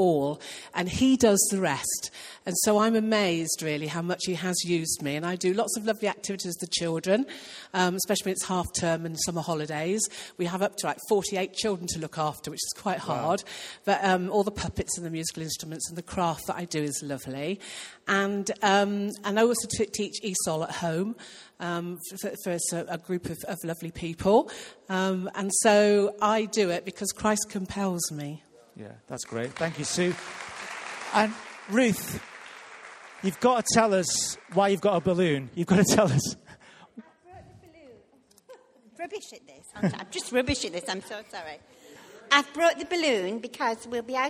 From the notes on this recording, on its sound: Recorded live at Life Church Lancashire on 10th February 2019.